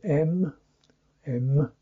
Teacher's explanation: M, where the lips are momentarily squeezed together